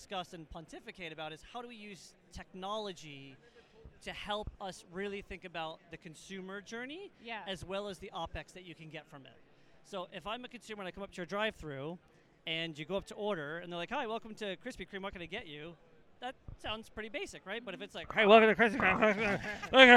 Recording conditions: busy venue